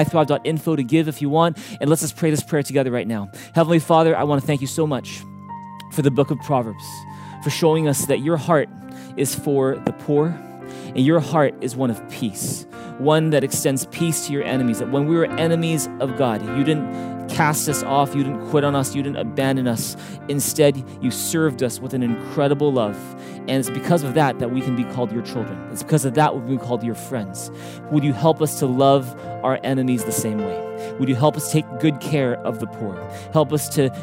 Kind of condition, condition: setting, large echoing room